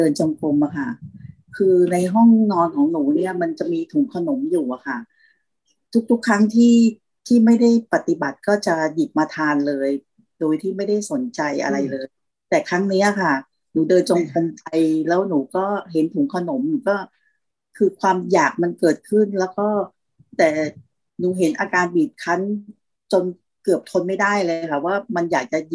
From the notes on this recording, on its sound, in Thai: คอร์สออนไลน์ (ผ่านโปรแกรม Zoom)